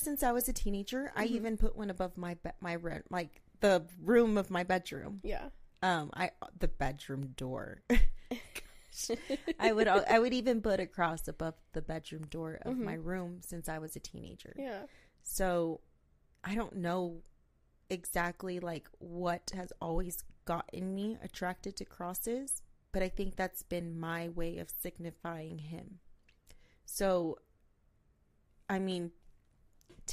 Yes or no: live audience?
no